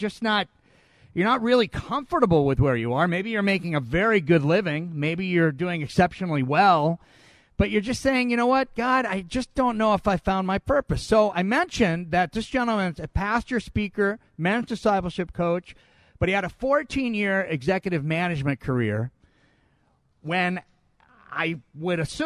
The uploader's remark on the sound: Live From Long Beach Rescue Mission